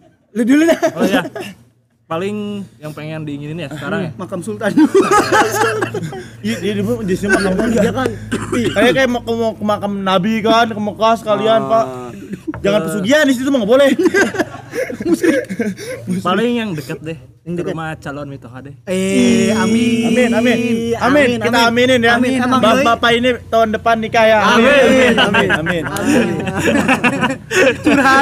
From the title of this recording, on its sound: LIVE FROM SALAKA COFFEE